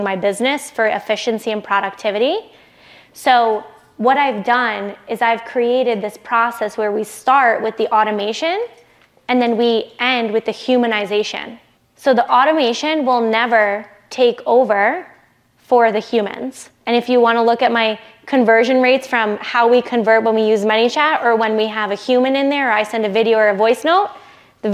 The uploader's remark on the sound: I'm sharing a behind the scenes look at the keynote I gave to a room full of 6, 7, and 8 figure entrepreneurs in Whitefish, Montana.